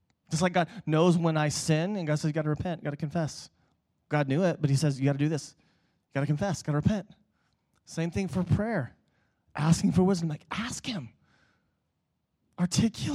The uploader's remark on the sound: Preached at Emmaus Church on Sunday, November 10th, 2019.